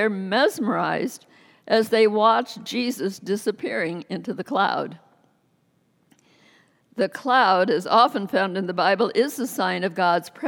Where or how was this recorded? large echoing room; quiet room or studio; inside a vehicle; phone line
large echoing room